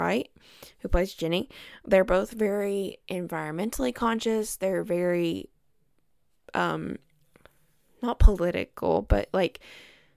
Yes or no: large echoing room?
no